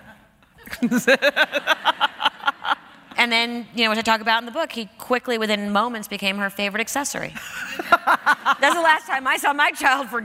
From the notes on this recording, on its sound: Recorded on May 12, 2015 at New York's 92nd Street Y.